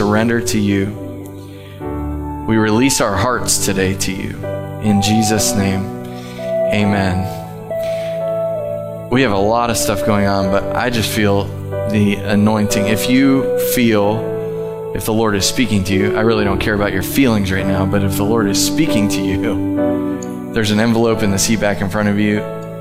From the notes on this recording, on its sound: Live from The Summit Church in Dover, OH